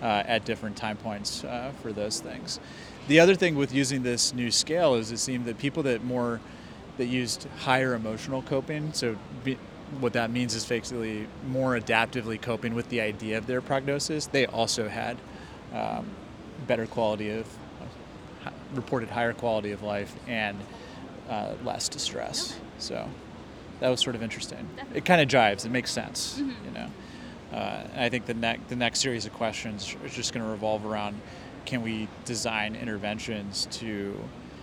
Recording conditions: busy venue